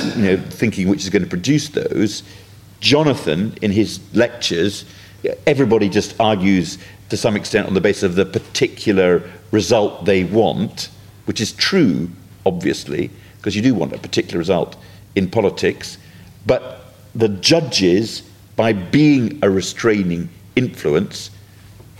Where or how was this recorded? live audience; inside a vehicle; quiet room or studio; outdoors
live audience